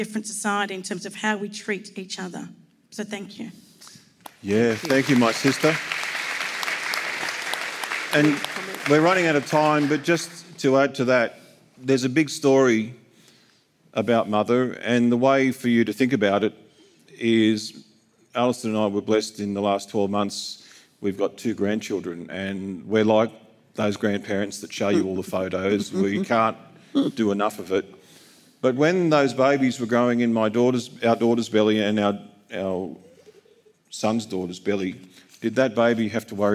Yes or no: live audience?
yes